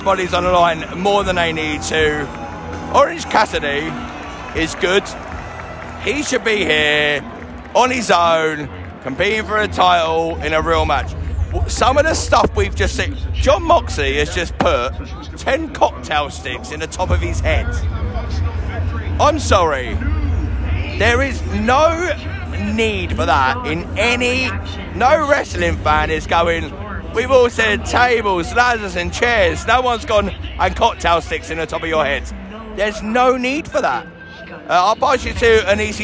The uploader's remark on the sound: Live from AEW All In London 2023. Live from the biggest weekend in the history of Professional Wrestling in the United Kingdom.